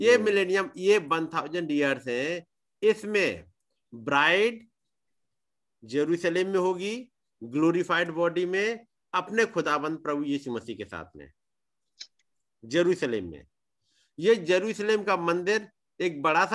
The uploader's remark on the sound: Arunachal Pradesh. Zoom Meeting.